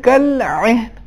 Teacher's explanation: اس میں حرف عین عربی زبان میں حلق کے وسط سے ادا ہوتا ہے، وسط حلق سے، یعنی اس کا عربی لہن ہونا چاہیے.